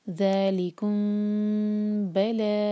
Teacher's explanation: تو ہم میم کے لیے ہونٹوں کو ٹائٹ پریس نہیں کریں گے اور دو سیکنڈز کا ٹائم دیں گے · Term: اخفاء شفوی